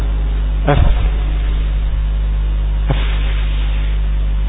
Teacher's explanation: اين اضيق مكان مر منه النفس؟ بطن الشفة السفلى واطراف الثنايا العليا · Term: الفاء